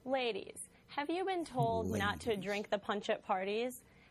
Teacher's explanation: She does have the vocal fry, right?